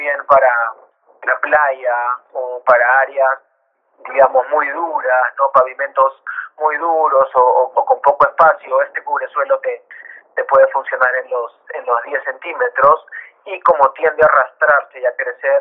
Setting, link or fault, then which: link, phone line